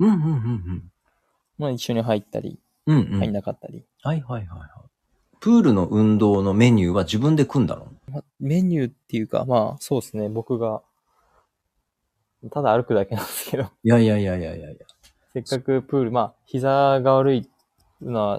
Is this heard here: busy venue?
no